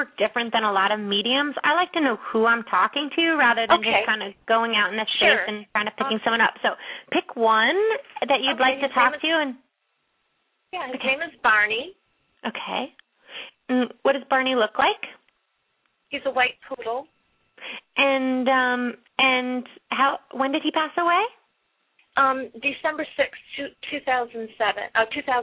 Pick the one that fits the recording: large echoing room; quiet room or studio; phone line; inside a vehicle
phone line